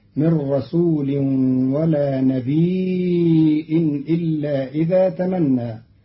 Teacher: قرأ قالون كلمة نبي بتخفيف الياء ساكنة مع همز بعدها فتصير مدا متصلا يمد قدر أربع حركات